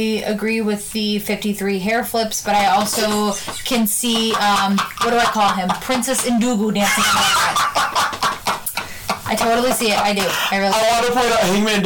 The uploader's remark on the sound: Headphone warning* We are still working out the kinks with this new site so please give us a couple episodes before everything is back to sounding 100%.